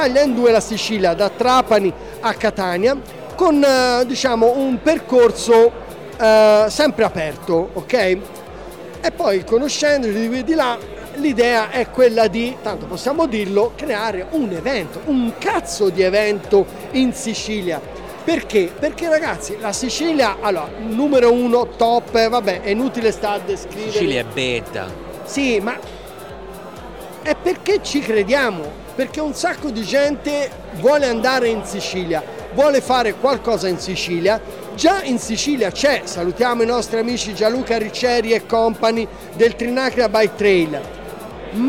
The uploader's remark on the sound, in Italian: Quasi Live da Upcycle Trail Weekend. Registrato ad inizio Novembre all'Upcycle Trail Week End, il luogo ed evento che consideriamo un po' come casa.